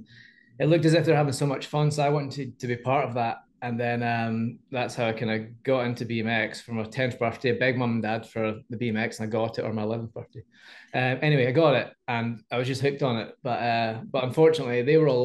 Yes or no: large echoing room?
no